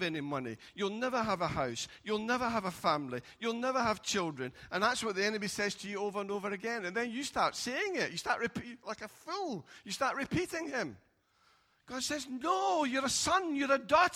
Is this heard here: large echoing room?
yes